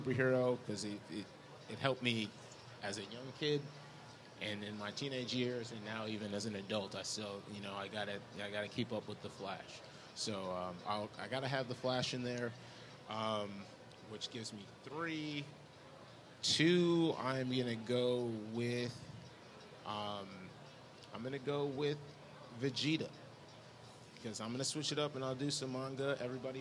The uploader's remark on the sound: LIVE from the FINAL Wizard World Chicago